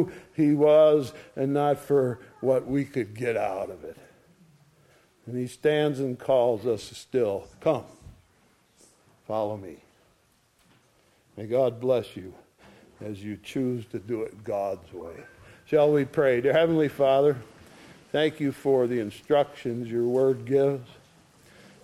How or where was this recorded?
large echoing room